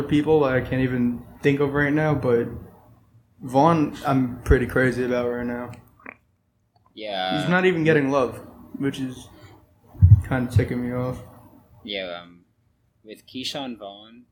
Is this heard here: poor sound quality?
yes